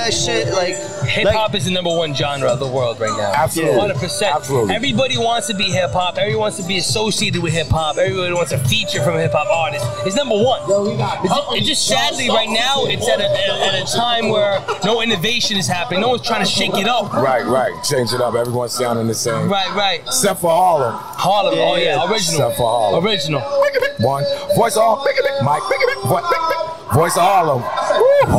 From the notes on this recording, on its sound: Live from Rucker Park on 8/3/23!